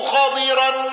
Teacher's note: تفخيم راء خضرا وصلا جاء من الهداية والكافي والتجريد